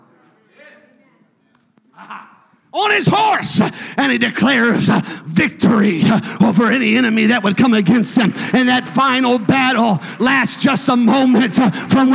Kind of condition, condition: setting, large echoing room